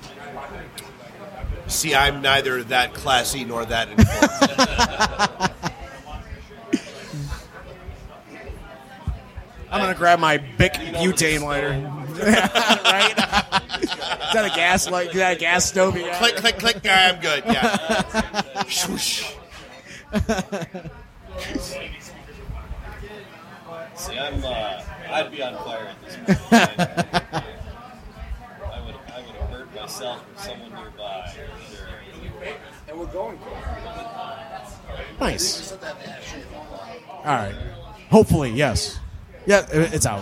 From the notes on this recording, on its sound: Man Cave Happy Hour – Live from Stray Cat Lounge